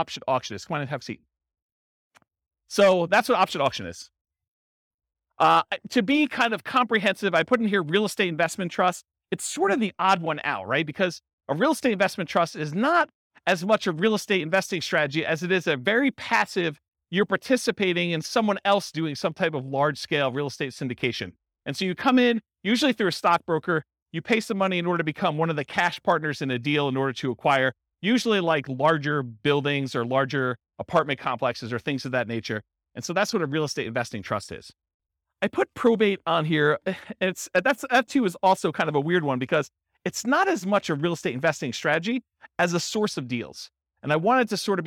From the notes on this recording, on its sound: This was a live class recorded